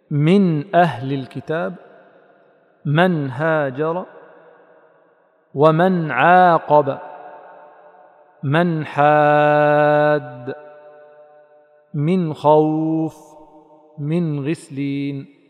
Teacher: والمنخنقة، وفي كلمتين: من أهل الكتاب من هاجر ومن عاقب من حاد من خوف من غسلين، كله يراعى فيه أن يؤتى بزمن النون كاملا، ولا إشكال ولا صعوبة في نطقه لبعد المخرج